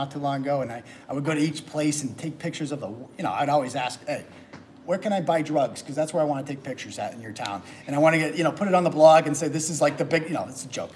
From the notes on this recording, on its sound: Speech at Taunton Republican City Committee Meeting